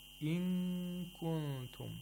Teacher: The first ikhfa was a complete nasalization. It was not a partial nasalization.